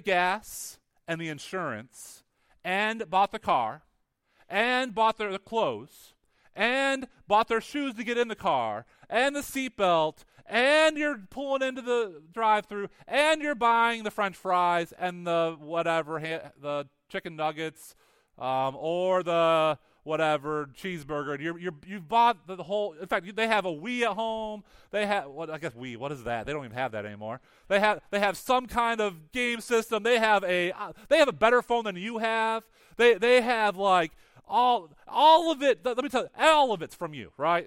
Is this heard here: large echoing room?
yes